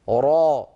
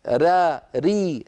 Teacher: ولكن لما نقول را، الراء مفخمة، را ري هذه مرققة، فإذا مفخمة مرققة هذه صفة للراء، مع أن المخرج للرائين مخرج واحد